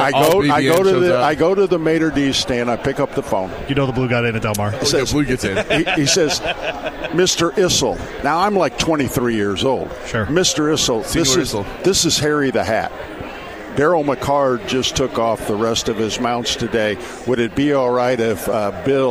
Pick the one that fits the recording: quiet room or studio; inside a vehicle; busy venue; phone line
busy venue